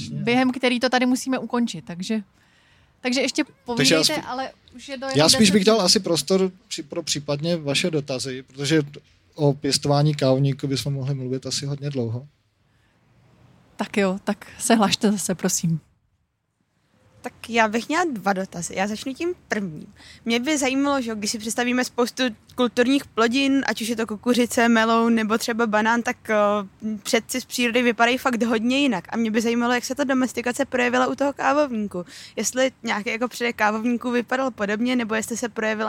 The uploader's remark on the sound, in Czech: Science Café venku. Akce probíhá pod záštitou Městské části Praha 2.